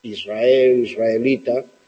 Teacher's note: En realidad con la S lo que se pronuncia es una cosa peculiar, que es la R asibilada. La R asibilada es aquella que, por estar en contacto con la S, no vibra, sino que se convierte en un silbido.